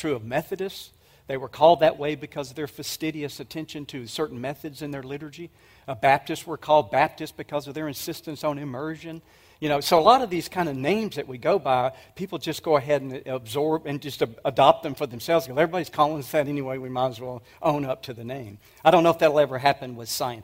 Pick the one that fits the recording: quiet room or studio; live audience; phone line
live audience